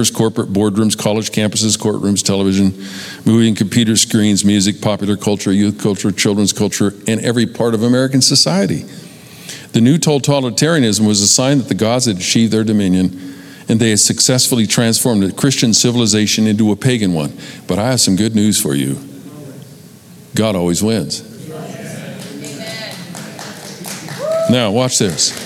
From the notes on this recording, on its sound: Recorded live at Capital Church in Meridian, Idaho